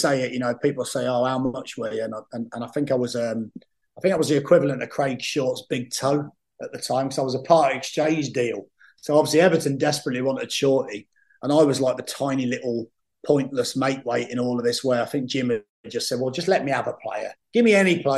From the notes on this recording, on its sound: sat down on Zoom